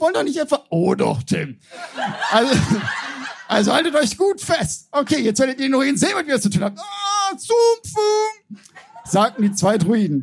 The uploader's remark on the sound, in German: Heißen Dank an das Kulturhaus Insel, unser tolles Publikum